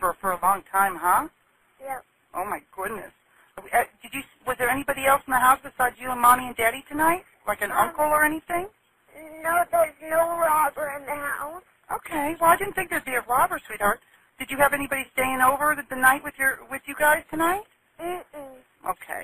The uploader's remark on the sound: FULL 911 CALL